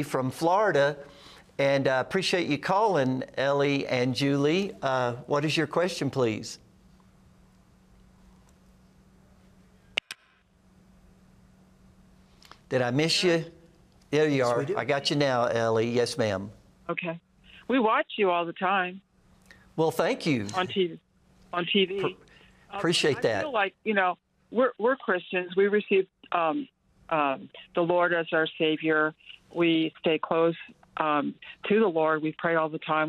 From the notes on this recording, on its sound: Live Call-In Show